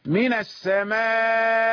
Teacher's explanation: افرض أنك وقفت من السماء، يعني سهلت الهمزة بين الهمزة والياء، سهلت الهمزة ولم تحققها، وهذا التسهيل فيه روم، يعني نطقت بجزء من الهمزة المسهلة، تسهيلها مرامة مع المد والقصر.